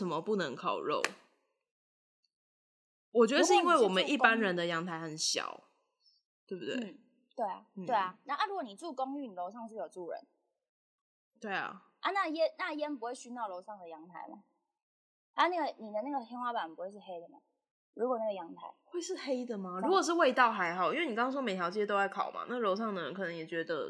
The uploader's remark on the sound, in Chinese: 直播節目會有一些現場音或不可抗力干擾。